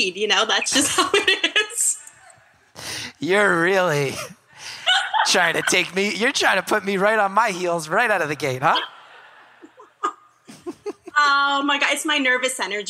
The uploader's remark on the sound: Live from Madison. That haunts Madison's Majestic Theater in front of the live audience.